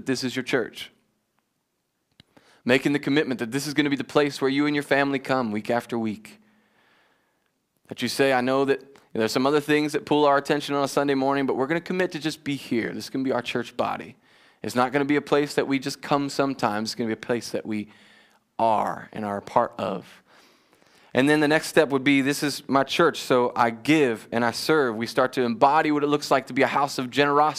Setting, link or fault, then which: setting, large echoing room